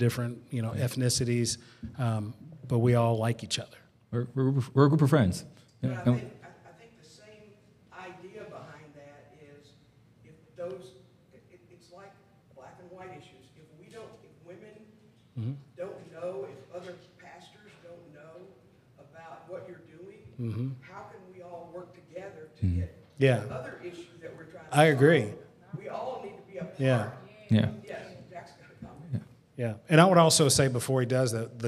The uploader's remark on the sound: Live Q &. Give time for anyone in attendance to ask questions or share their own stories.